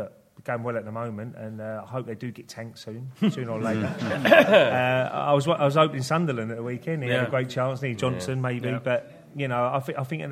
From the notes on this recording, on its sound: In the second part of the LIVE show